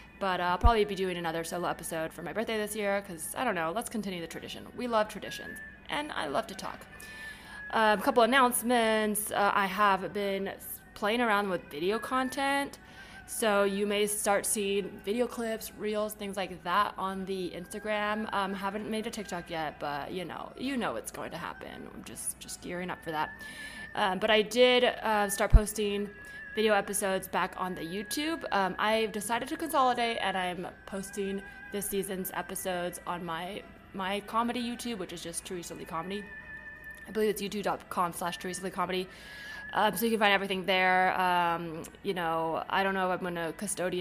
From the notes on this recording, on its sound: Live from the 2022 NCCF in Greensboro, NC. Interviews comics from the fest.